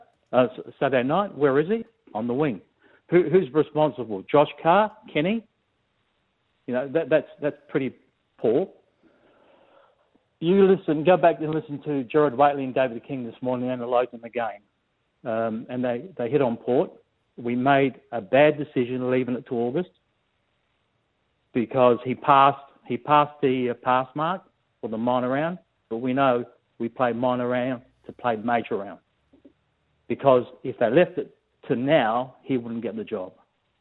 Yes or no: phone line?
yes